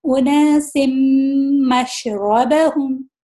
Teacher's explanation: بالکل نون کی آواز نہیں آ رہی ہے، بس میم کی آواز آ رہی ہے · Term: کمپلیٹ ہوگا